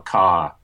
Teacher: It's non-rhotic, so you only pronounce R's if they're before a vowel. So you'd say, you know, ca instead of car, for example.